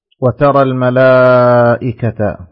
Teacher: مد متصل واجب. مد 4-5 حركات